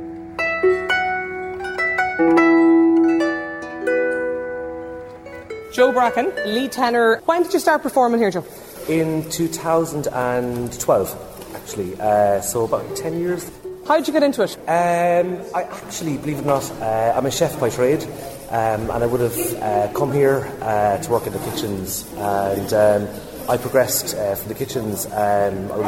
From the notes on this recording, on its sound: Lunchtime Live is LIVE from Co Clare as part of Newstalk's Summer Tour.